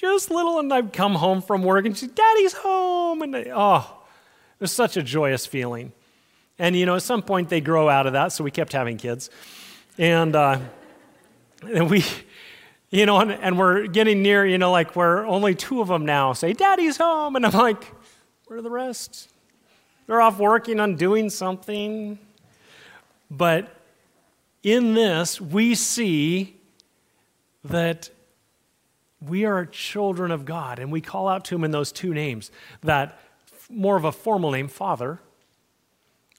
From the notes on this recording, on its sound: Message recorded at Liferoads Church in Spokane, Washington, on August 20, 2023.